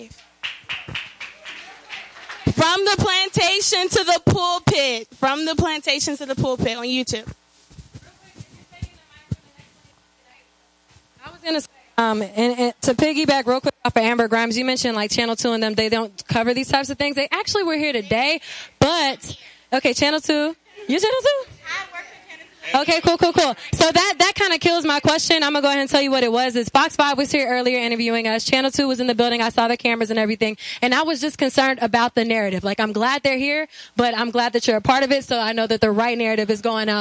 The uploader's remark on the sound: K-100 Radio was live at the #UniteATL #HipHopTownHall event that was held at the Omen Agency in downtown Atlanta.